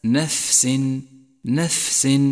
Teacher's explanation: لاحظ صفة الهمس لحرف الفاء من كلمة نفس، نفس، والفظه بشكل صحيح، علما بأن حروف الهمس يجمعها قولك فحثه شخص سكت.